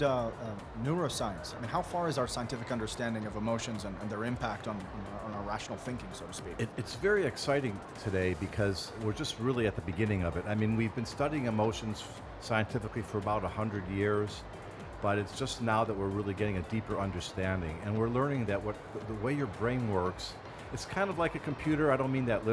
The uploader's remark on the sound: Live interview from SIBF 2022.